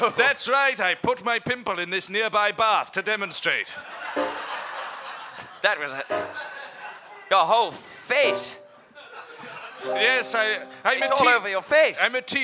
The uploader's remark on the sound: For this show, the audience suggestions were...